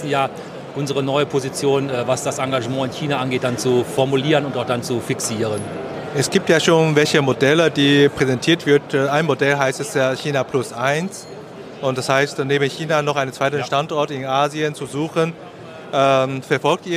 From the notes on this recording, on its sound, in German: Live Interview auf Hannover Messe 2023